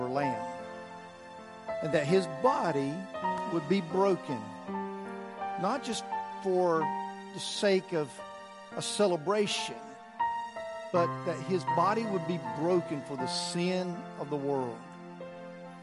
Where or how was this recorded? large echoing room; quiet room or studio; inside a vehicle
large echoing room